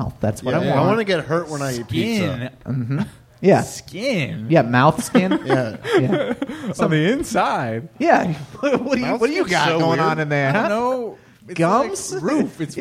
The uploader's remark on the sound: This live talk show is recorded in front of a human audience at 7:00 PM on Thursdays at Chameleon in Northside, Cincinnati.